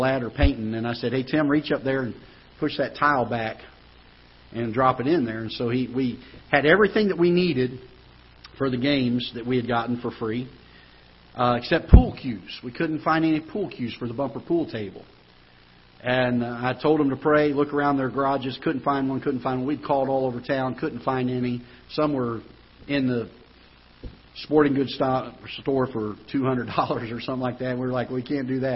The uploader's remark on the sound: Ketha Heights Baptist Church ~ Live Broadcast.